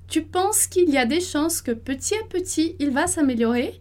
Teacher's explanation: E aqui a gente tem como que um período no meio de outro período, né? Que é o petit à petit. Então, vai ter uma pausa ali.